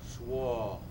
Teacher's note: the right resonance for the open O, which is swa.